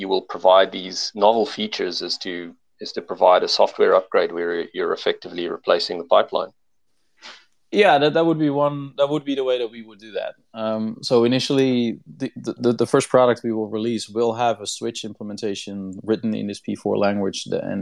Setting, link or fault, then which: link, video call